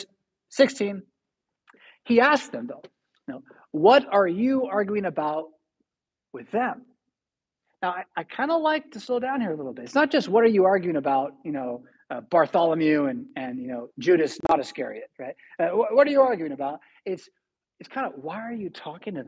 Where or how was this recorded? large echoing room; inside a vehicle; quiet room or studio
large echoing room